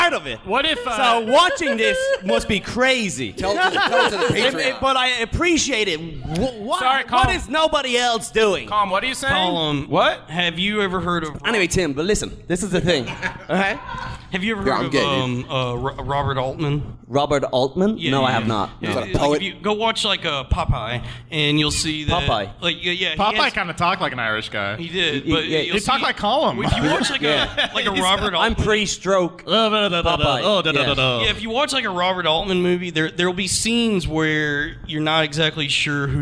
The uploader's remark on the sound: Live from the Tiny Penis